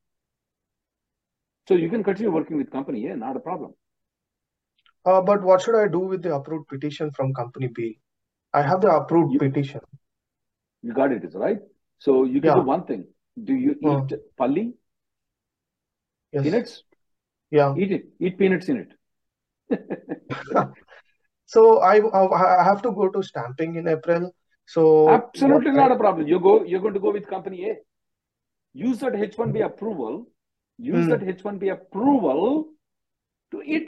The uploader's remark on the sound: Conference Call